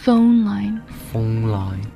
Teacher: NG 的音标跟 N 是不一样的 Phone 是 N 没有 NG